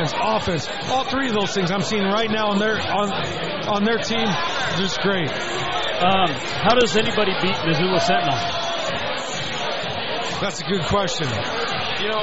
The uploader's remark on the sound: Live from Tight Ends Sports Bar in Plano, TX